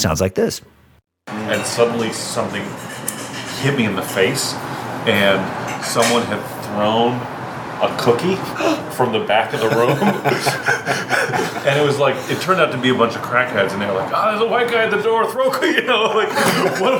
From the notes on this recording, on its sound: At Rutt's Cafe in West LA.